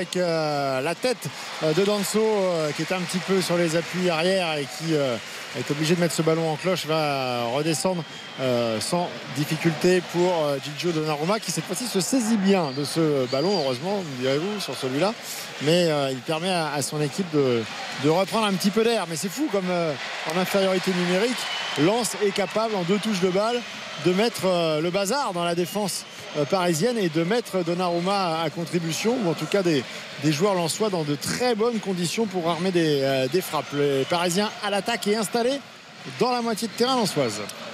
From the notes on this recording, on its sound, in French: en direct du Parc des Princes